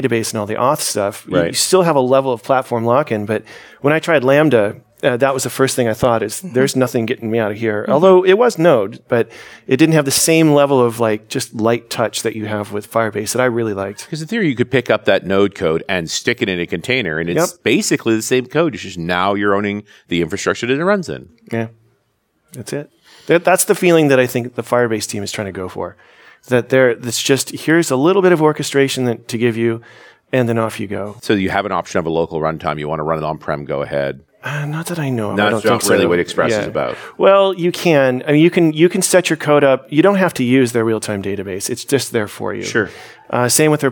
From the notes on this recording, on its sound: Going Serverless Panel at NDC Oslo.